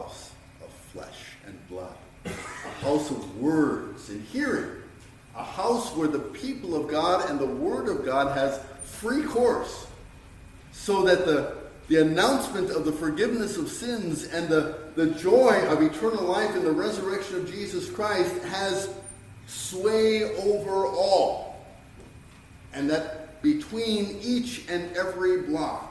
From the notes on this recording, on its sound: Sermon preached on 12-24-2023